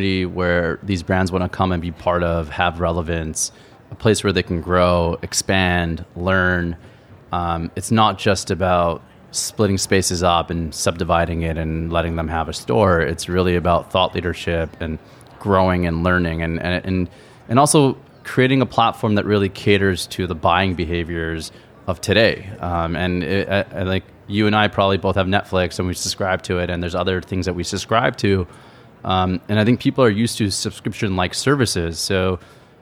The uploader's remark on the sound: This episode was recorded in front of a live audience at the ICSC New York Deal Making conference.